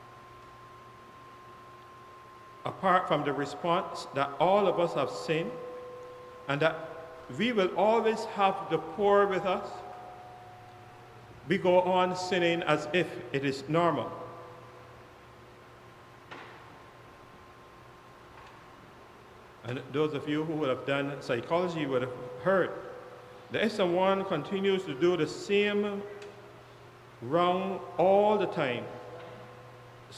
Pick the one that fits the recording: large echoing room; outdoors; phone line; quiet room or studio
large echoing room